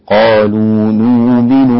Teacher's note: يبدلون هذه الهمزة واوا فيصير النطق بها قالوا نؤمن بما أنزل.